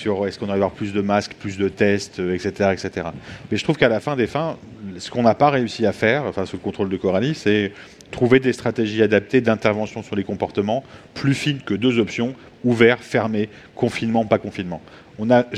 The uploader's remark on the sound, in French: Table ronde enregistrée lors de la 5e édition de la Nuit de l'ENS